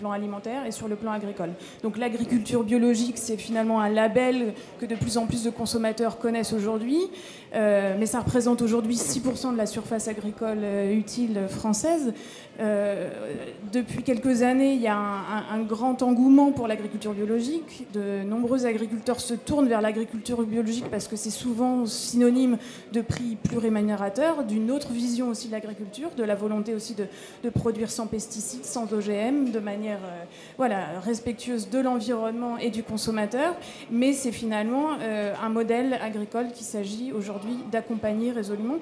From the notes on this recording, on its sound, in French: en direct de la journée de l&#039;écologie de la France insoumise